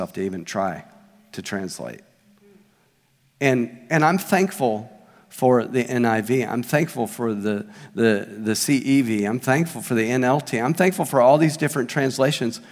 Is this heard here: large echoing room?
yes